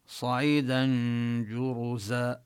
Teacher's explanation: صعيدا هنا التنوين حكمه الإخفاء، جاء بعد تنوين حرف الجيم. صعيدا جرزا نظهر الغنة وننتقل من فتحة الدال إلى مخرج الجيم